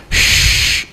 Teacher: Misalnya huruf apa, huruf shin. Huruf shin tinggal bawa dia sendiri yang punya sifat tafashi